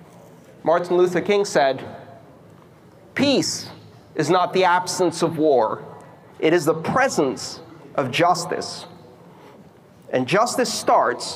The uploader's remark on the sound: This talk took place November 25th 2017 at the Riga Art Space for the Baltic Honeybadger conference in Riga, Latvia.